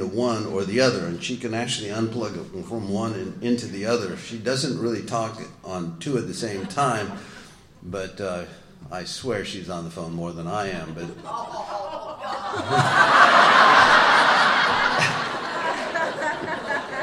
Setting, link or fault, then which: setting, live audience